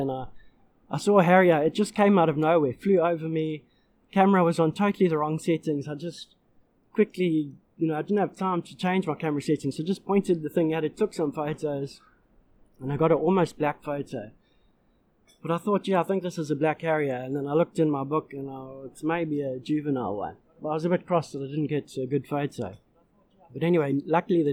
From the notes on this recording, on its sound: In this month’s episode recorded at The Lazy Moose in Clansthal on the KwaZulu Natal South Coast.